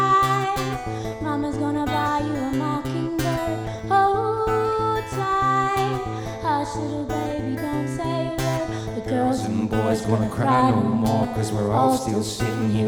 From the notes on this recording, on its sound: Full Set Live at Nashville Sunday Night